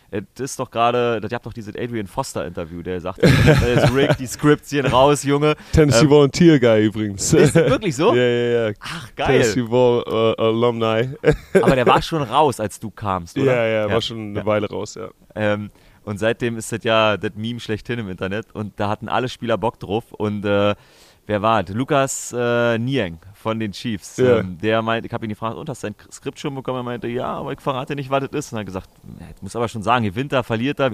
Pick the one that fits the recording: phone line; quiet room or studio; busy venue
busy venue